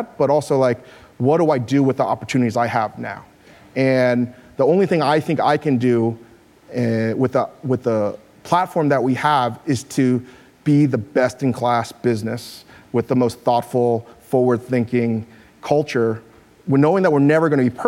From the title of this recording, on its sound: Live at Code 2018